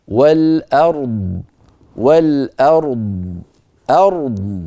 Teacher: أما الراء فهي مفخمة فيها صفة البينية بين الرخوة والشديد، يعني فيها جريان جزئي للصوت. الضاد مستعلية مطبقة مفخمة مستطيلة وساكنة وفيها جريان للصوت يعني رخوة، فلا بد أن نعطيها كل الصفات في آن واحد، ولا نجعل صوت الراء يدخل في الضاد أو الضاد يدخل في الراء، لا بد من تمييز الصوتين عن بعضهما هكذا.